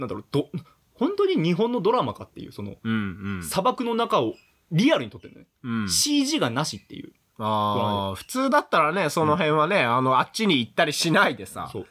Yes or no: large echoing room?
no